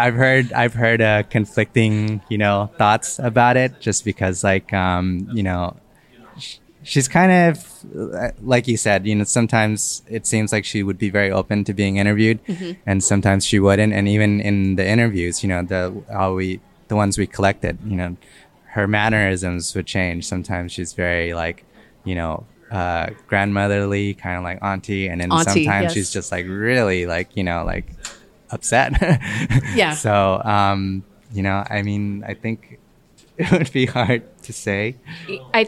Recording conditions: busy venue